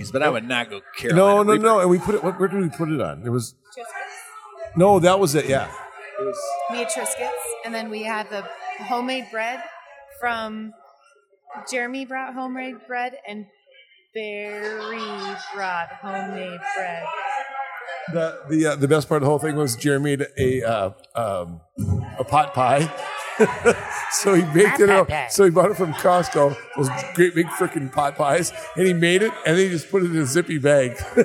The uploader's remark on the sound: This show was recorded after the race at Limestone Brewery in Osage, IA.